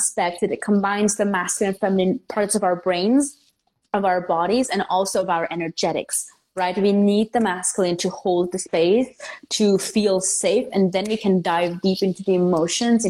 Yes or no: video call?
yes